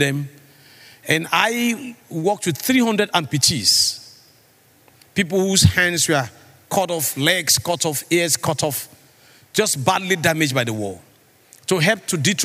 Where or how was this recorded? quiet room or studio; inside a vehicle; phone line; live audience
live audience